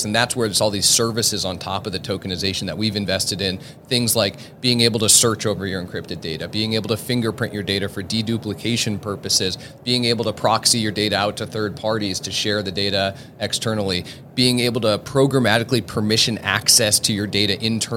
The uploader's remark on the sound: This was recorded at the Money20/20 Show in October 2022